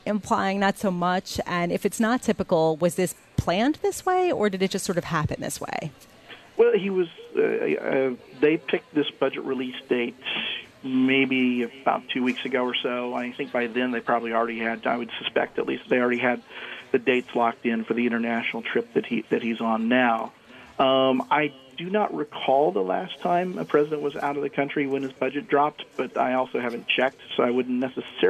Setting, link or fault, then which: setting, busy venue